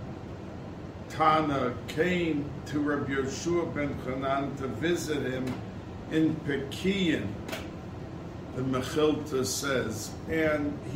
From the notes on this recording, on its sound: Recorded Live on Tue Sep 27, 2022